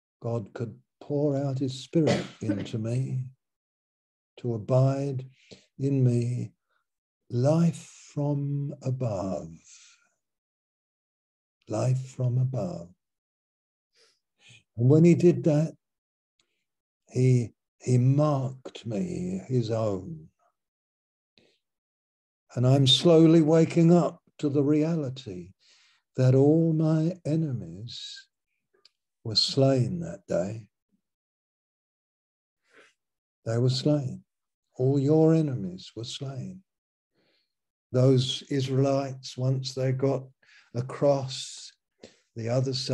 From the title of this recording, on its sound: Malaysia Meets (Zoom)